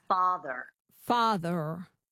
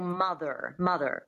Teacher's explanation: So the American accent, the standard American accent, one of the defining features is definitely the rhotic R. But in the transatlantic accent, there's no R.